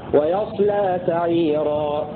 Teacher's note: وقرأ الباقون بفتح الياء وسكون الصاد وتخفيف اللام مبنيا للفاعل هكذا ويصلى تعيرا.